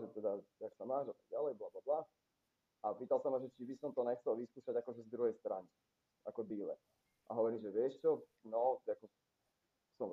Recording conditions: poor sound quality